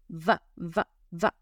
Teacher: La V no es labio con labio, la V es diente con labio. Va, va, va y no podemos ser perezosos, hay que pronunciarla.